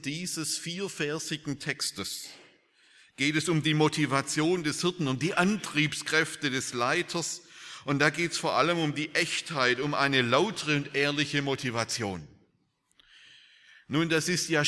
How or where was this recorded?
large echoing room